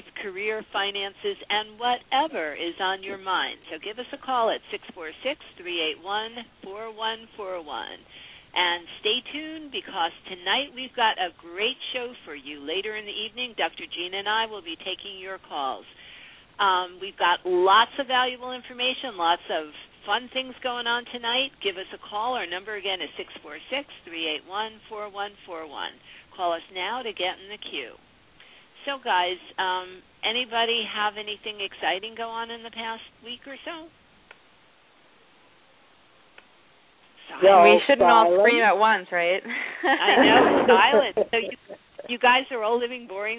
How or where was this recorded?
phone line